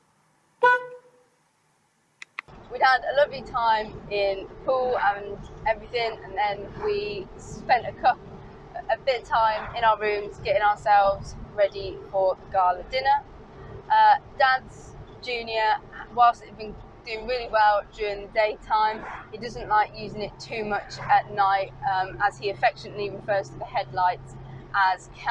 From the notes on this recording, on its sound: all recorded from my 1968 Morris Minor, Peggy